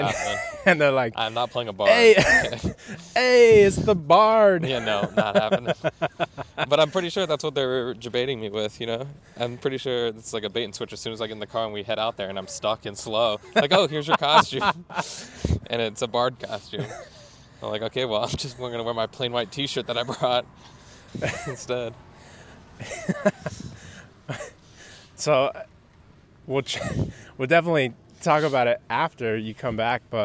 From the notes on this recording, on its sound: Test out recording out on the street.